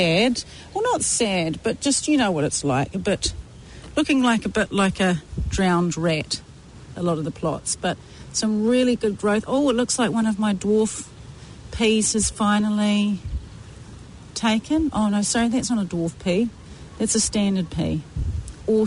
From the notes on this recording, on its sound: Out of the studio recording in the garden (in their bubbles).